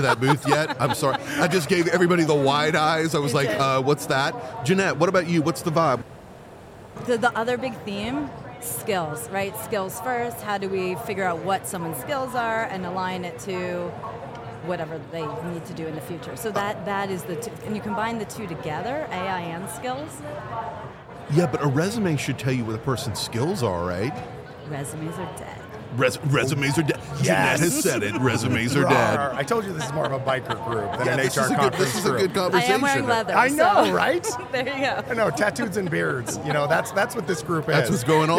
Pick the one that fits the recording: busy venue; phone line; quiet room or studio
busy venue